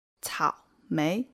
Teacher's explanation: third tone and second tone